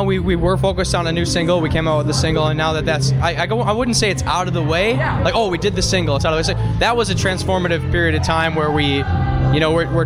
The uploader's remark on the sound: backstage after their show at Chicago&#8217;s famed Subterranean